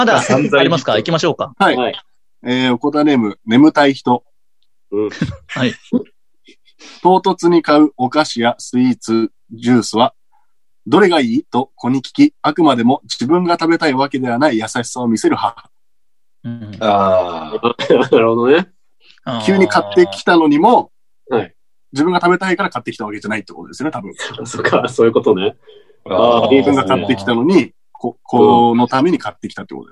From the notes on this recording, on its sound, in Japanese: リモートコラボ回。